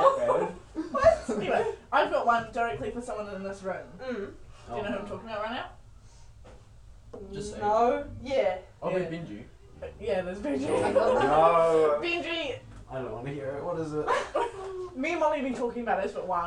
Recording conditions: poor microphone